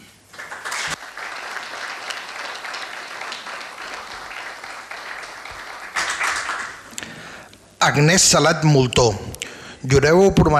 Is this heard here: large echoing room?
yes